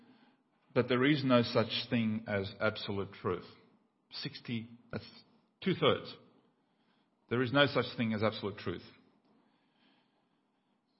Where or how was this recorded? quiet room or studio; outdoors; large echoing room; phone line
large echoing room